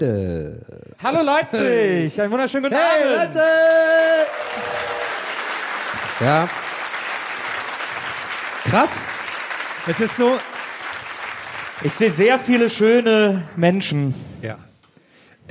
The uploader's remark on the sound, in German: Ein wundervolles Live-Publikum im sommerlichen Leipzig. Im Kupersaal in Leipzig.